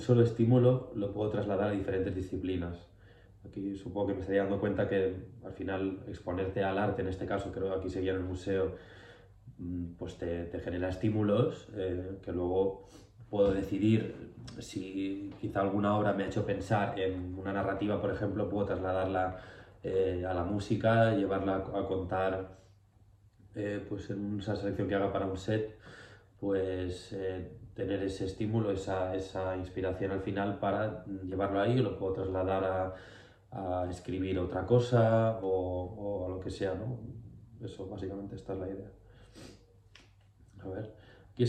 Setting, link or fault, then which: fault, poor microphone